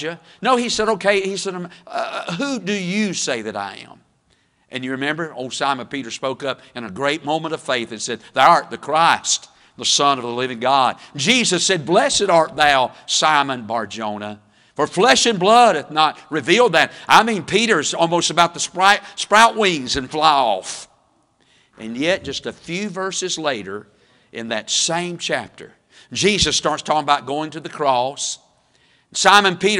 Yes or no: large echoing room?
yes